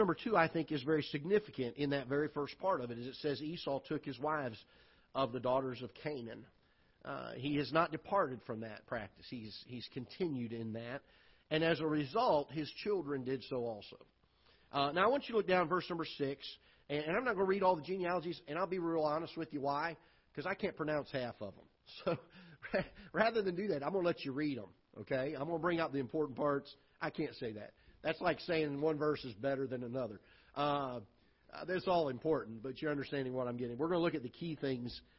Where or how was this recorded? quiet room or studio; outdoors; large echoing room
large echoing room